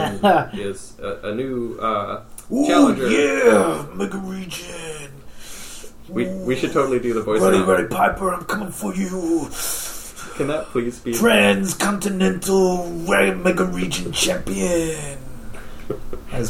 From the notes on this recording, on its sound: so expect some room tone in the audio this week